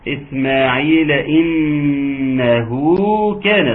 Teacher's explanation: طبعا الغنة اللي على حرف النون المشددة